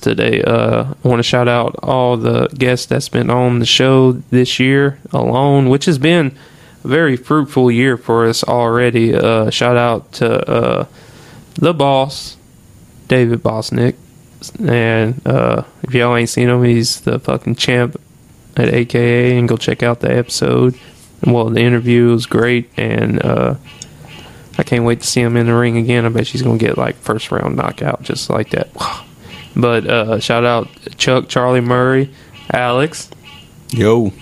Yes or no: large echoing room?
no